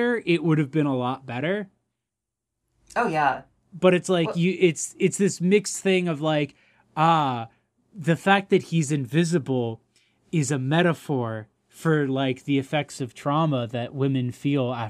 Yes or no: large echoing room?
no